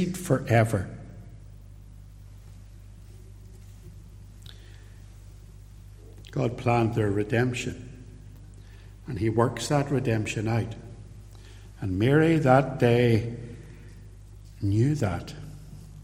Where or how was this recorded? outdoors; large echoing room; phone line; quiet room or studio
large echoing room